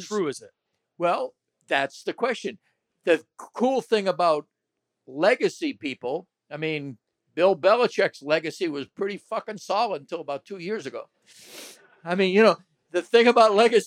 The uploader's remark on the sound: Live At Falling Knife Brewing Company. To take live listener questions at the brewery.